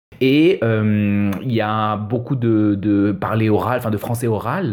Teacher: Dans l'exemple d'aujourd'hui, le mot « enfin » est prononcé avec une syllabe fantôme. Le « en » de « enfin » a complètement disparu et on prononce seulement « fin ».